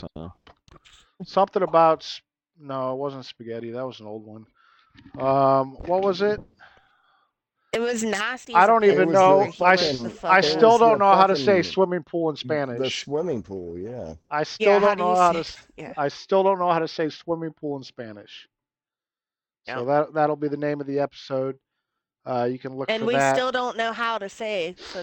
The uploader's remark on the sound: I'm driving.